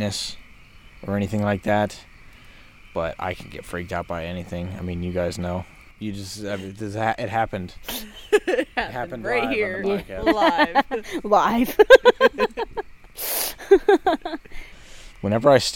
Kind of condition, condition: setting, outdoors